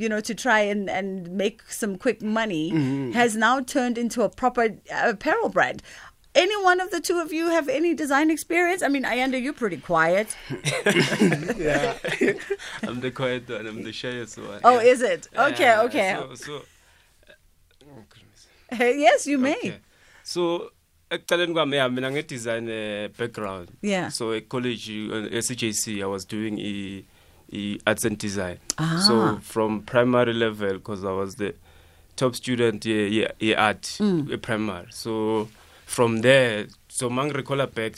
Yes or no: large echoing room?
no